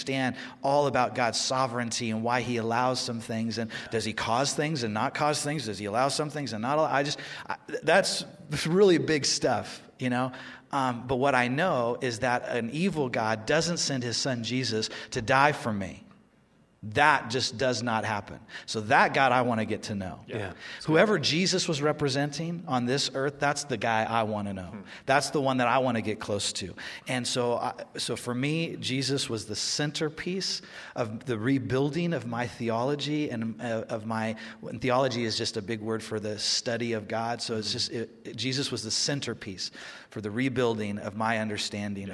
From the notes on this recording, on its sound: For the first time, Behind the Message is recorded live during a Sunday service at Westside Church.